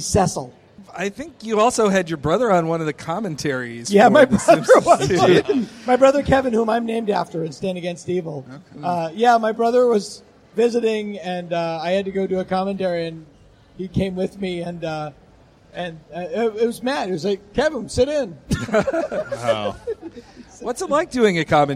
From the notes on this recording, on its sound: Recorded at SF Sketchfest Nightlife on January 18, 2018. Did our first live show. We got to have a live chat with Simpsons writer/standup legend/creator of Stan Against Evil.